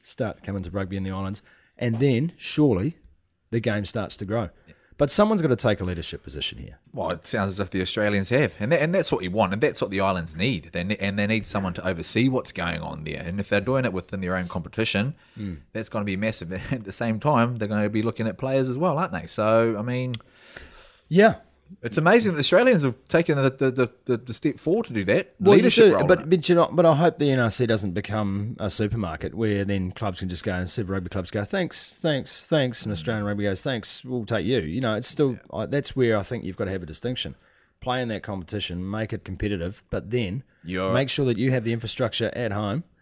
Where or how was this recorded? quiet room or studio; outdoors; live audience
quiet room or studio